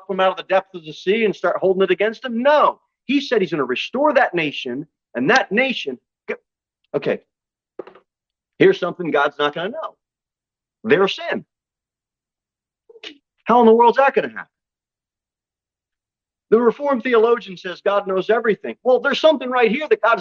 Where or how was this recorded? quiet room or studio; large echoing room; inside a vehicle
large echoing room